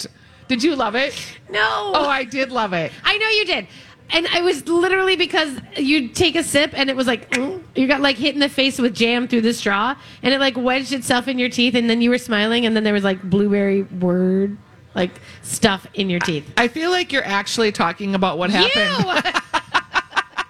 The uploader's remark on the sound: LIVE from the Minnesota State Fair!